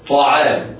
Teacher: الطاء مفخمة وهي في الدرجة الثانية من مراتب التفخيم